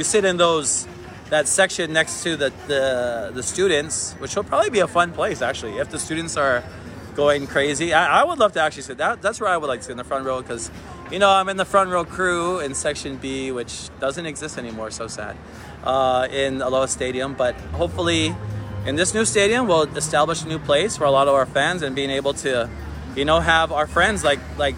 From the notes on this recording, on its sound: Live from Waikiki!